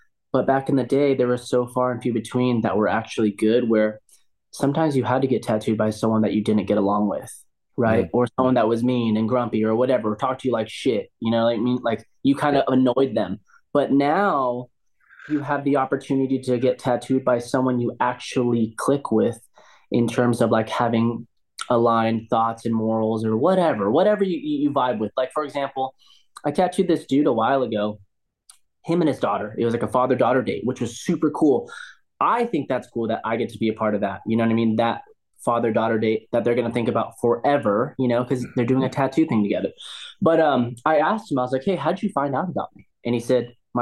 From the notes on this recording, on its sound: Literally recorded right before we smashed turkey & pie. In Raleigh, NC and Orange County, CA on Zoom.